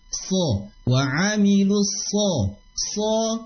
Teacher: Sad, sin, zai ini punya sifat safir. Kemudian huruf sad sendiri dia harus dinaikkan bagian pangkal lidahnya karena dia punya sifat isti'la atau termasuk huruf isti'la, huruf yang dimana suaranya diangkat, dia tebal.